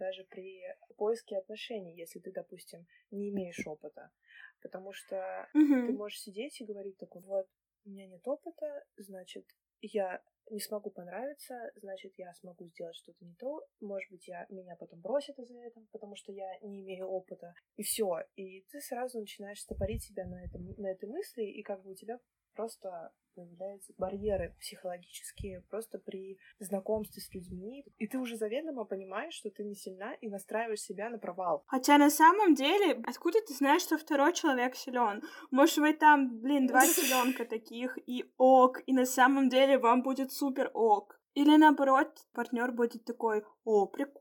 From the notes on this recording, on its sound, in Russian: Записывала в неблагоприятных условиях, поэтому просим прощения за звук.